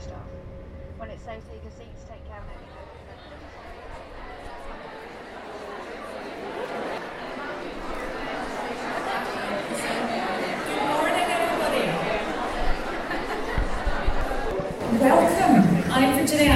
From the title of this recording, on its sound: LIVE from the Scottish Fundraising Conference 2022